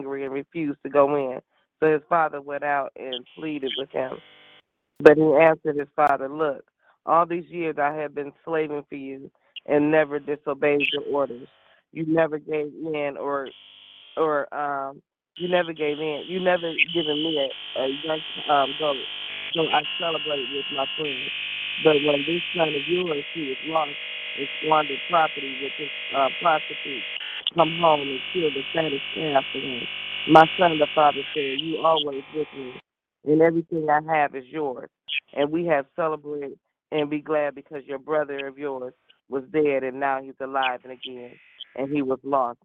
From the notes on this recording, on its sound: 6AM Prayer Call. Live Prayer.